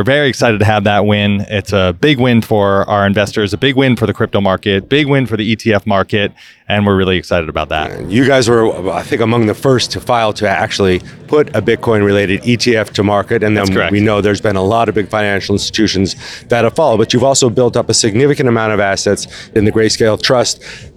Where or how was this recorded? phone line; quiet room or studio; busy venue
busy venue